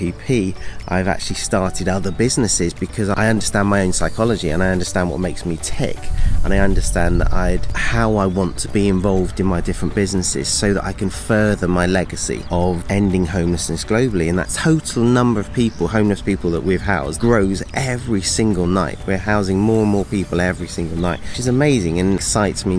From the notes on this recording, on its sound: recorded on the coast of Northumberland